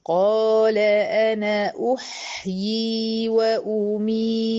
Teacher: من النون المفتوحة على الهمزة المضمومة على طول، الألف دي ساقطة